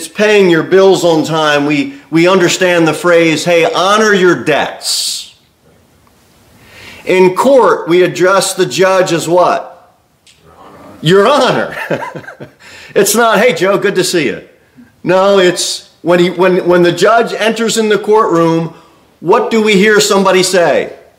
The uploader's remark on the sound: Sermon delivered at Pilgrim Baptist Church on Thursday, January 18, 2024, at 6-15 pm. A bible-believing, independent Baptist church.